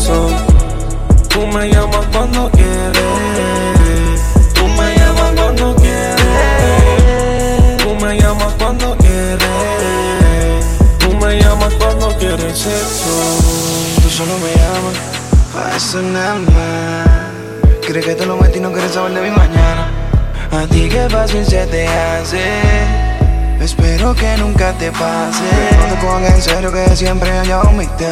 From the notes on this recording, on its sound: Live At Club Essence